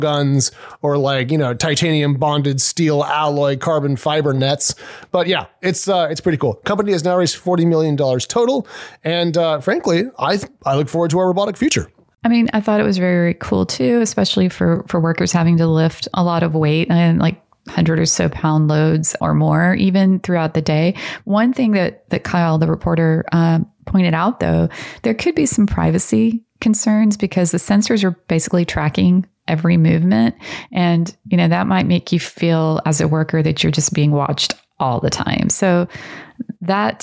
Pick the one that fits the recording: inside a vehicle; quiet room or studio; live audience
quiet room or studio